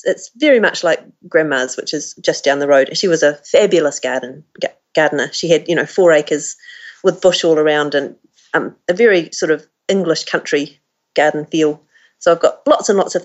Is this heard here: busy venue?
no